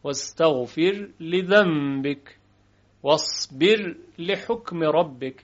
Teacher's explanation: را رو ترقیق میکنیم و ساکن اظهارش میکنیم. واستغفر لذنبك واصبر لحكم ربك، حرف را به وضوح شنیده میشه. · Term: وجه اظهار